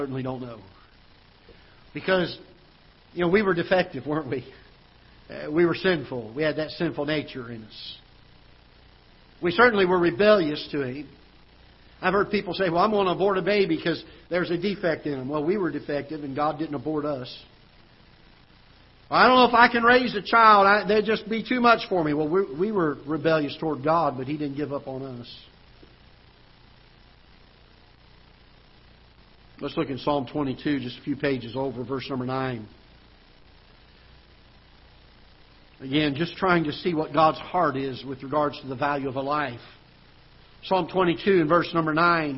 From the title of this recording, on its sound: Ketha Heights Baptist Church ~ Live Broadcast